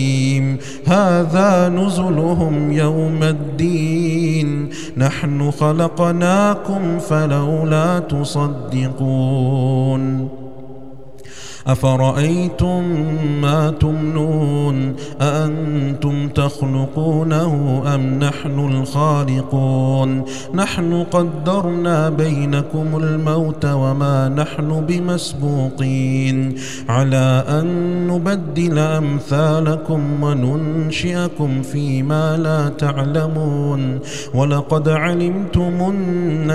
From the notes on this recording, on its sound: recorded at Green Lane Masjid, Birmingham, UK